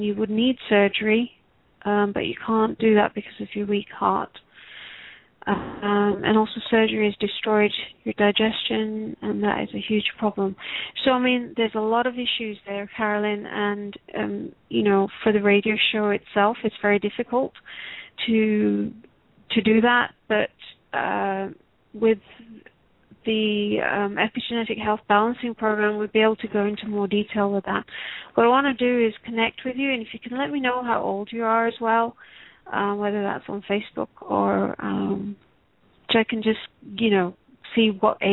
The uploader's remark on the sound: Takes your calls for healing live today!